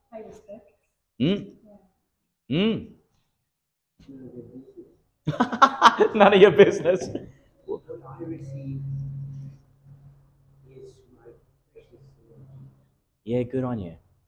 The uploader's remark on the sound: Homily for the Solemnity of Corpus Christi, delivered in St Peter Chanel Catholic Church, Miriam Vale, Qld.